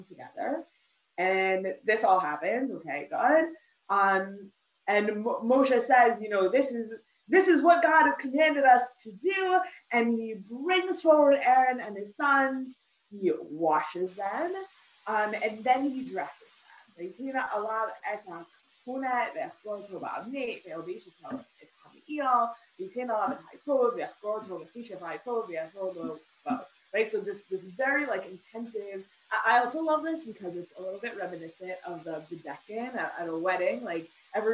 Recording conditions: video call